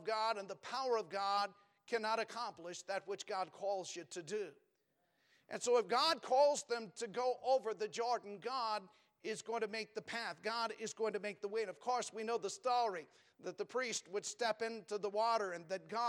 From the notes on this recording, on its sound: Preached from the pulpit of Valley Bible Baptist Church